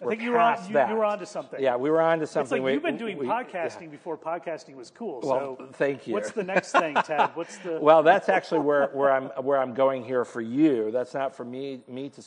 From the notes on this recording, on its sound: Nonprofit Coach LIVE at Digital Leap 2019. Held LIVE during the 10th Anniversary Digital Leap Conference in Toronto.